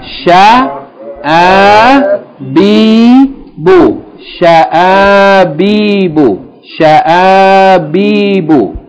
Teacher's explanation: Hamza with a long vowel, then ba with a long vowel, and then ba with a short vowel. So it's going to be four syllables. Short, long, long, short.